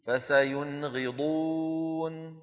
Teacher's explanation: أظهرنا النون عند الغين · Term: إظهار النون